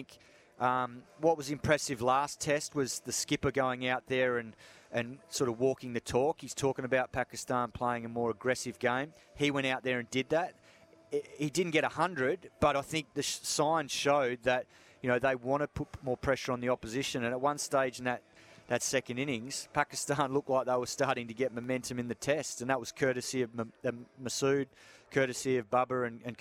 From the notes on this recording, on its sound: joins the boys live from the SCG